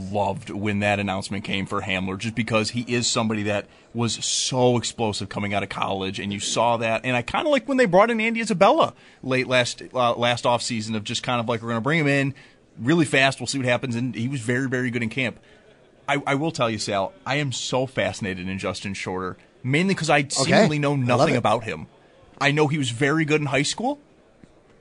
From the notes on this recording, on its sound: Live from the 2024 NFL Combine. Coming in live from Indianapolis.